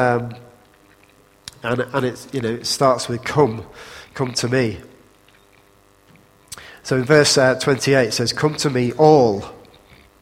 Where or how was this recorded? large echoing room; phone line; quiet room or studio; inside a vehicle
large echoing room